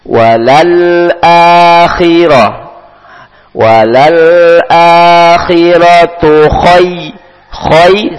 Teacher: Ketika huruf kho berharokat kasroh, maka tebalnya menjadi berkurang.